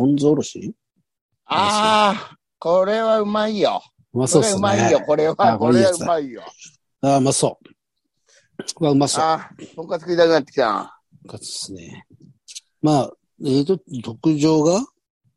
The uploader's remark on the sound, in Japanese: ZOOMで収録